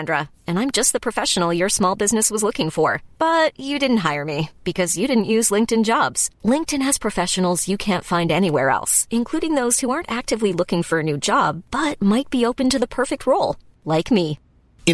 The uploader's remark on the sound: Stuck in the office. Joins from the car on the way to Leeds. Sunning himself in Portugal!